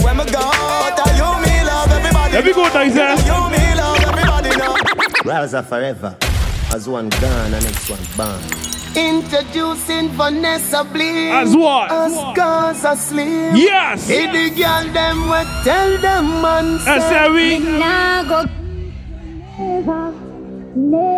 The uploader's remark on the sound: LIVE AUDIO FROM ANOTHER MOTIVE AFTER PARTY: IT'S A CARNIVAL DAY PARTY